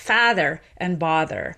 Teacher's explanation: So I say father, bother. If you're an authentic Bostonian, you'll say something more like father and bother, where they're actually not merged